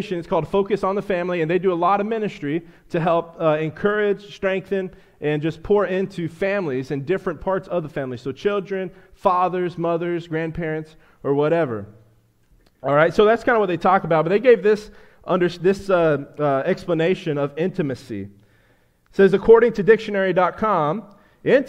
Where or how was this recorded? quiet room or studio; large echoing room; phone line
large echoing room